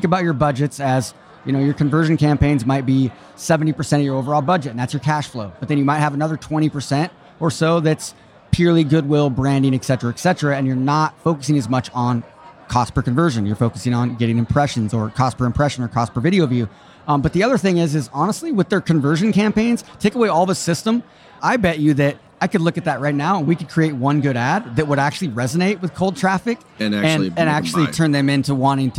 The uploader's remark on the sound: Live from Traffic & Conversion Summit 2018. The experts answer questions from Traffic & Conversion Summit attendees, live from the Summit!